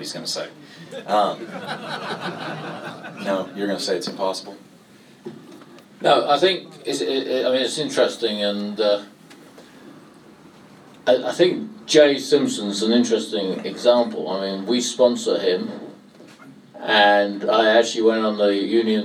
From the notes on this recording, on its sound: Part 2 of this special Meet The Owners was recorded in the Supporters Club. Spoke to a live audience of Leyton Orient fans.